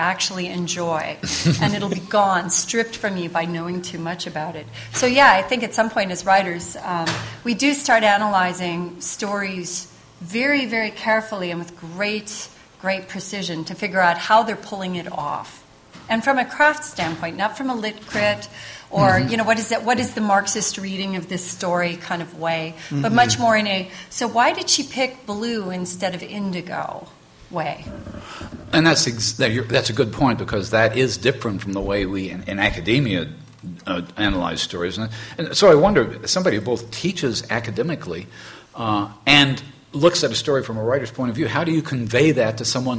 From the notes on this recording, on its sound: MidAmericon 2, the 74th World Science Fiction Convention. The episode was recorded live. In front of a terrific audience and was recorded by Kathi Overton and the MidAmericon 2 team.